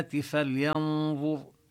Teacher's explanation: والنون قبل الظاء حكمها الإخفاء